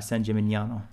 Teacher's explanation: So it's not Ganano. It's the G and the N make a Nya, as in like gnocchi